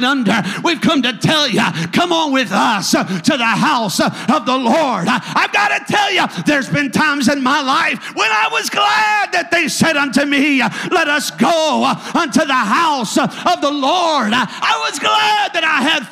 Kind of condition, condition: setting, large echoing room